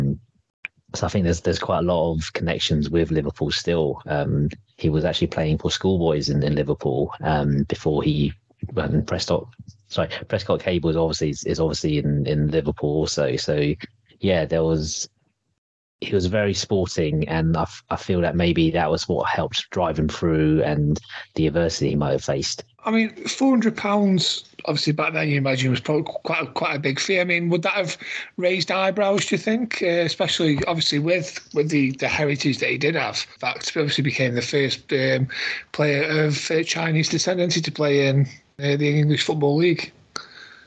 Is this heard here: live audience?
no